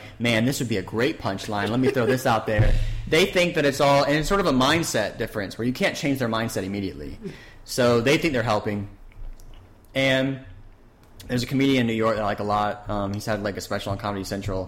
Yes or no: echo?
yes